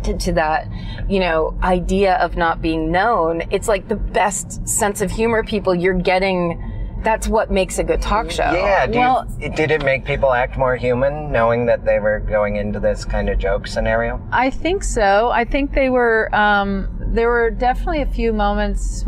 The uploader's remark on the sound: In the Car